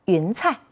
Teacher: 彩色的彩在这里要读成轻声。